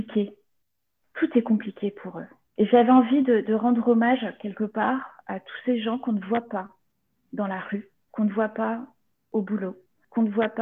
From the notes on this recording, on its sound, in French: Elle est l’invitée téléphonique